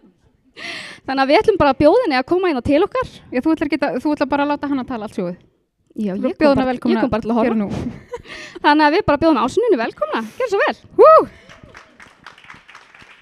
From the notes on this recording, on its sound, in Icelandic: Í þættinum má heyra upptöku af Live Showi Brests í boði Now sem fór fram í H verslun á dögunum. Tala mjög mikið í hlaðvarpi með áhorfendur! Í þættinum má heyra upptöku af Live Showi Brests í boði Now sem fór fram í H verslun á dögunum.